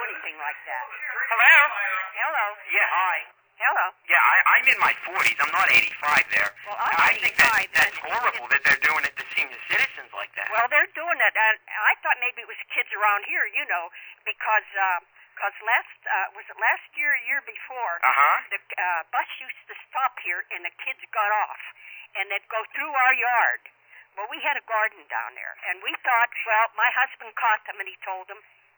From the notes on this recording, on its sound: …'s Personal Prank Phone Calls Collection.